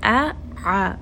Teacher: Again, ayn from the middle of the throat. Hamza is going to be from the lower throat. So make sure you are quickly switching these makhraj. Hamza to the letter ayn.